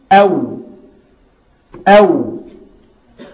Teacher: هو برضك الشفتان، بس الباء اد اغلقت الشفتين، والواو او ضم بس لسه منفتحين في فتحه ما بينهم